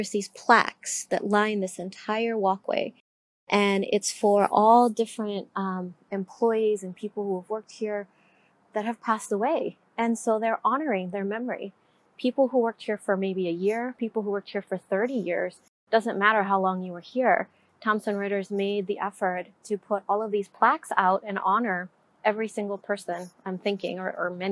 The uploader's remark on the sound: I have been doing a contract position at a place called Thompson Writers in Egan, Minnesota. As I was walking from my car, see this huge parking lot. Beautiful paths such as this one where you can walk just peacefully.